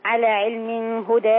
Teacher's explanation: لما نقف على علم هدى ما نقفش عليها بالفتح، نقف بالتقليل على علم هدى. على علم هدى لما وصلها ما فيهاش حاجه بقى.